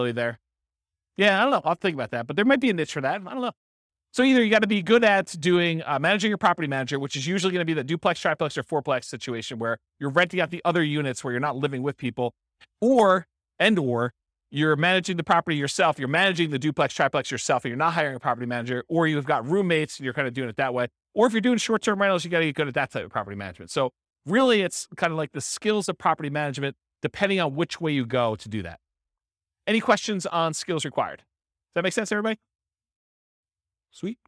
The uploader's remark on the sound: This was a live class recorded